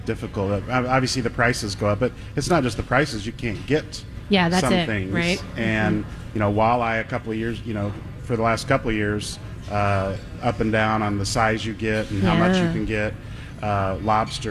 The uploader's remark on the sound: Live from Mallards Restaurant & Lounge today!